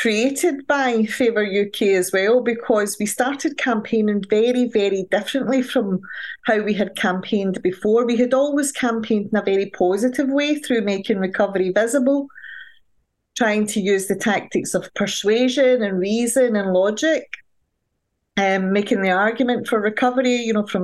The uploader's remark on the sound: Recorded 11.20.2023 in Raleigh, NC and Glasgow, Scotland, UK on Zoom